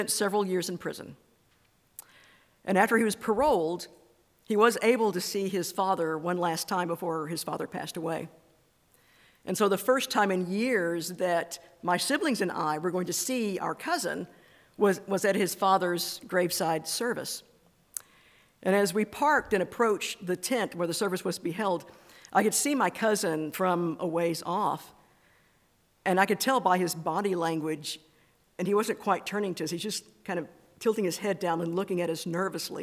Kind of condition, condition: setting, large echoing room